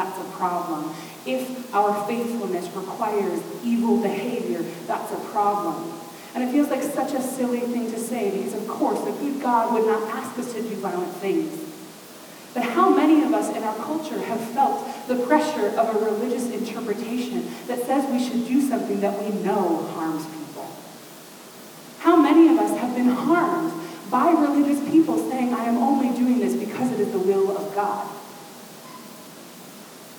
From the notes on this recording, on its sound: We had technical difficulties. The quality of the podcast is not what it has been or will be.